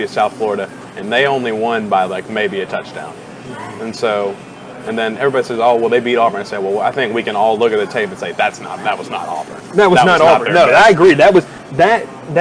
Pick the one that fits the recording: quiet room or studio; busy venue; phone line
busy venue